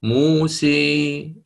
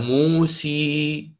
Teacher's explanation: فالإمالة الكبرى اجعل بين يعني اقترب للكسرة أكثر من التقليل، لكن اجعل فاصلا بينك وبين الكسرة الخالصة · Shown in: first take · يعني أحيانا هناك من يريد أن يبين أنها إمالة كبرى فيقع في خطأ، يعني هو لا إفراط ولا تفريط.